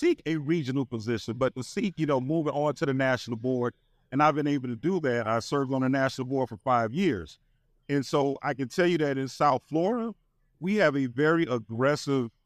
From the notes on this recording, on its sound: We spent time at the 47th NOBLE Training Conference and Exhibition in Cleveland and held several live podcast recordings.